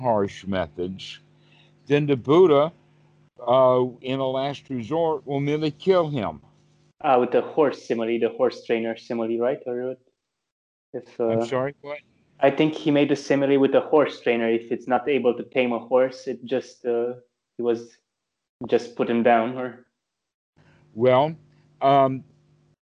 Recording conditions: video call